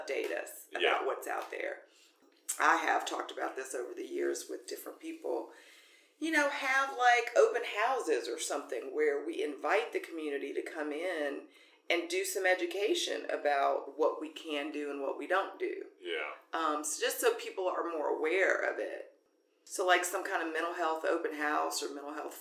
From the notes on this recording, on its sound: Please stick with us through any difficult audio, as this will improve in future episodes.